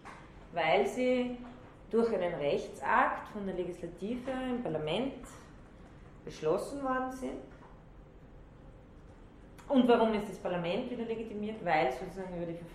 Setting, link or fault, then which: setting, large echoing room